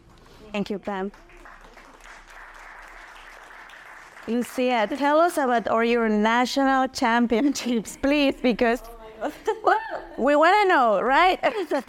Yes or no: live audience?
yes